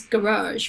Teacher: the U.S. is garage, right, with the second syllable stress